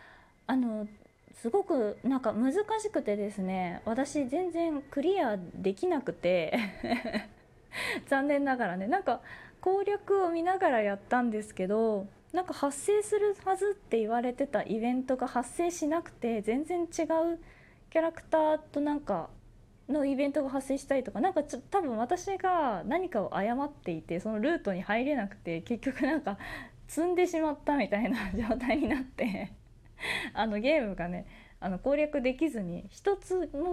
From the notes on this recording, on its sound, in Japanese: Radiotalk。自宅でスマホによる収録のため様々な騒音が収録されています、ご了承ください。